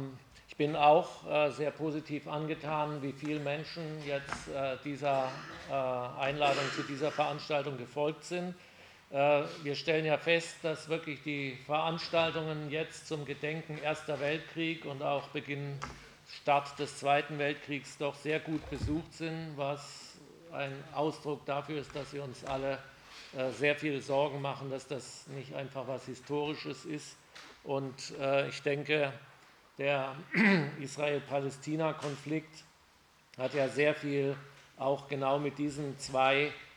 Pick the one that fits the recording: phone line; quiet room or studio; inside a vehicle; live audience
live audience